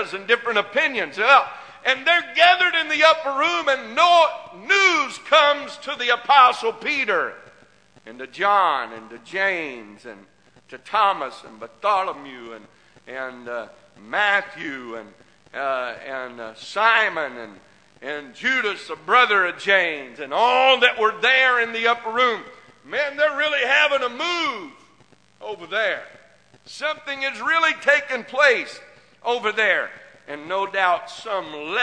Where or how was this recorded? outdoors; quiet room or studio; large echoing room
large echoing room